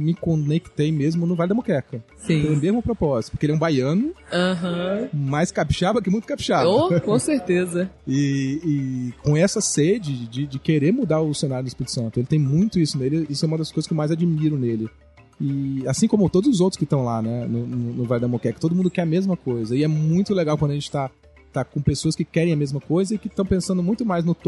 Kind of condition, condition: setting, busy venue